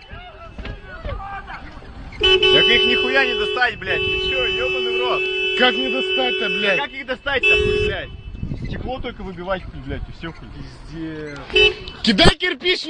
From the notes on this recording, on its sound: Burned out in the car.